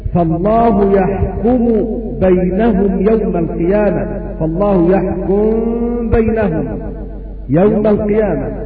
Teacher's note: أخفيت الميم في الباء